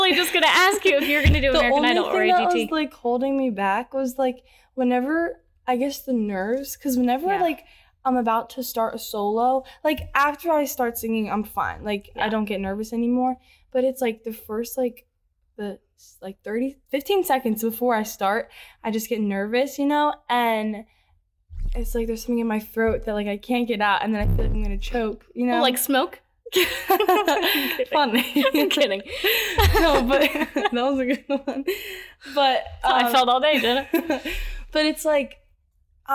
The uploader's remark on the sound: my mic added whoopie cushion sound effects on this episode